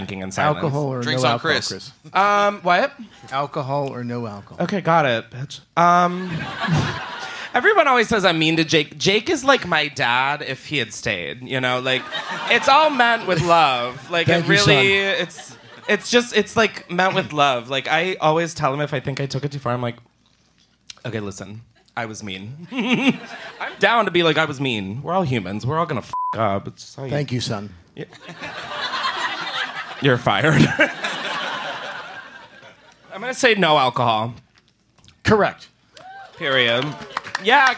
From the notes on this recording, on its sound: Live from Los Angeles. Live from the Flappers Comedy Club in Burbank, California.